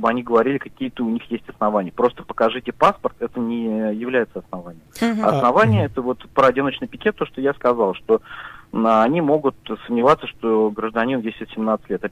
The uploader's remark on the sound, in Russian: По телефону: юрист штаба Навального в Уфе.